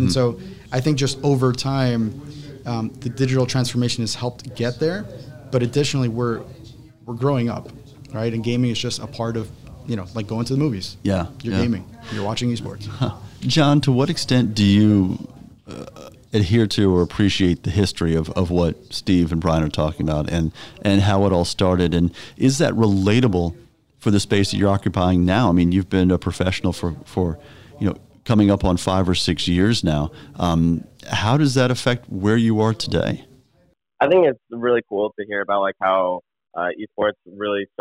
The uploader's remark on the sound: This week’s episode was recorded live at CES 2020.